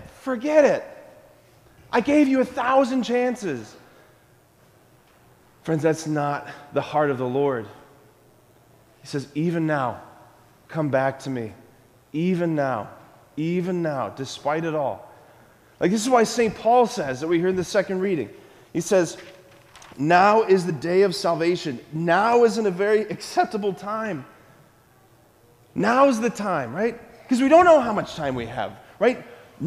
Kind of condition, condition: setting, large echoing room